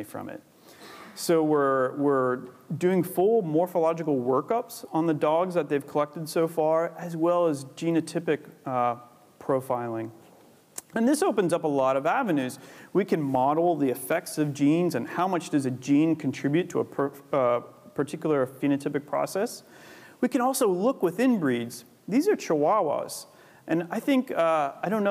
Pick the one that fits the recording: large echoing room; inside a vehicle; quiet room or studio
large echoing room